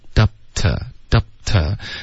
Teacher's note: up 结尾呢，嘴唇要合上。Up to upto，导致一个干脆的停顿